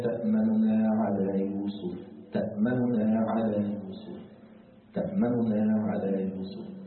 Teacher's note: نسرع فيها يعني في نطق النون الأولى فنطقه بثلثي الضمة ليس الضمة كاملة · Term: الاختلاس